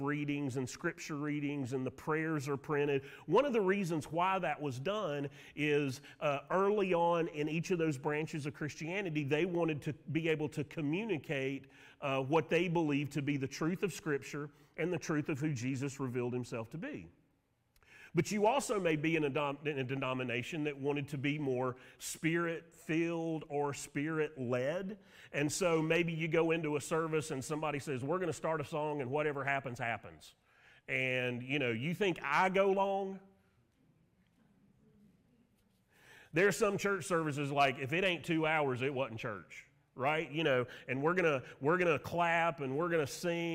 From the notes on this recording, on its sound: Sermon audio from Mission Church in Locust, NC.